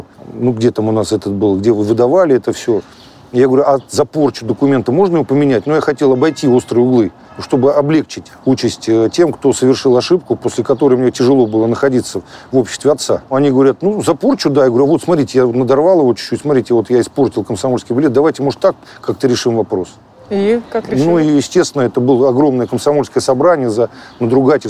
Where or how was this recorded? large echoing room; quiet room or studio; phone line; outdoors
outdoors